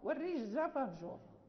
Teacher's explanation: ليس هناك كسر قبل الراء، فهجور يعني قبلها الجيم مضمومة فليس فيها ترقيق، يعني الراء في الوصل في الوقف مثل الوصل، إذا كان